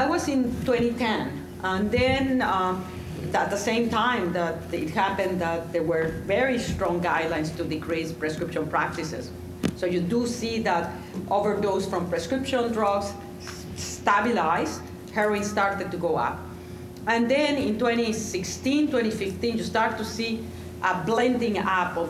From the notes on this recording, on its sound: Live and in person at the 2022 RxSummit Conference which hosted anyone and everyone affiliated with and touched by our country's Drug Crisis. Many of those conversations were recorded and contained within this dynamic conference summary episode of the Pain Pod!